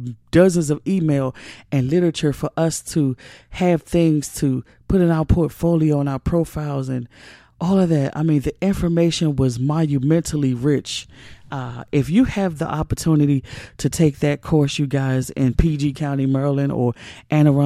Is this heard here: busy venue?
no